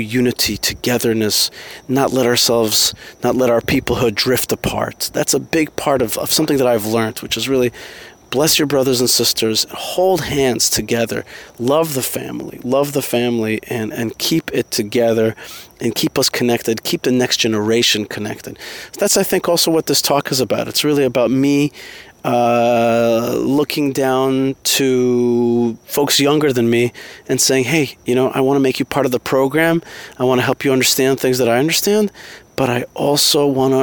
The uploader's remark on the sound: Audio recorded while on the road in Boca Raton, Florida. A recent talk given to a group of millennials.